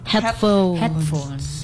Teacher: Stresnya ada di suku kata headnya.